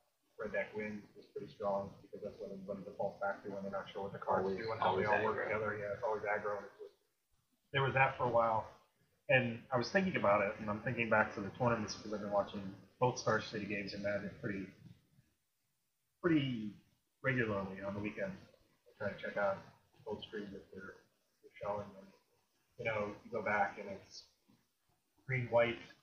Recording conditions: poor sound quality